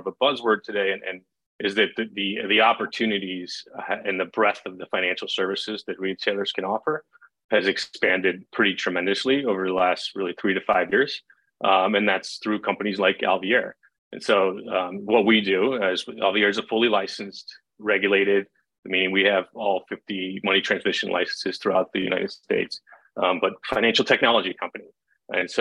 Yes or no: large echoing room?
no